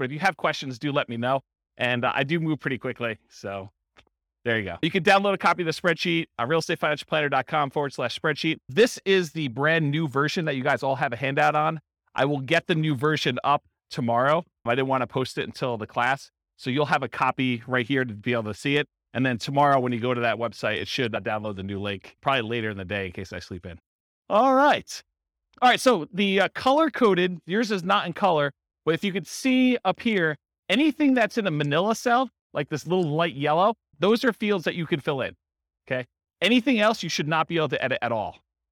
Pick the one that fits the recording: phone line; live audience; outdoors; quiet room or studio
live audience